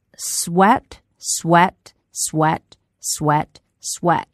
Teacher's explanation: S-W-E-A-T 当中的元音读的是 e，而中国同学在读的时候很容易把它读成另外一个元音 a